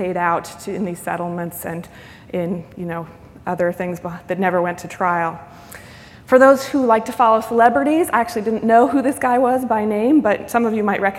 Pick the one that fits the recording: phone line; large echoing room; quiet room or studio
large echoing room